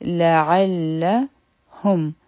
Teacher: لعلهم یذکرون لام یو حرکه عین او لام به یوځی شي په مضبوطۍ سره به لام وایو ځکه چې شده دی